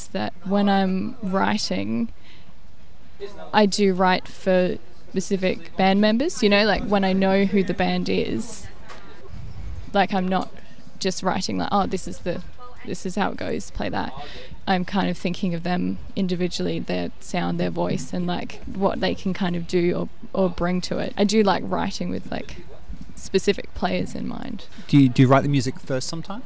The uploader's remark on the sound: Outside the Organic Cafe in Stirling in the Adelaide Hills